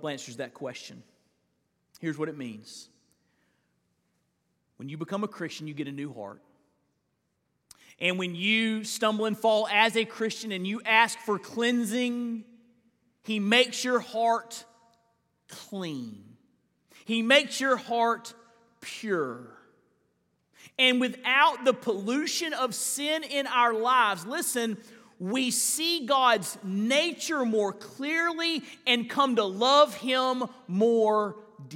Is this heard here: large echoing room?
yes